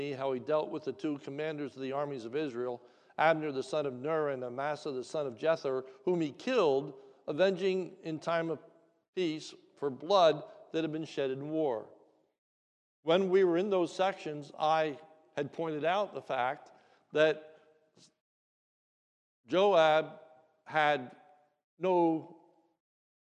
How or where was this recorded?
large echoing room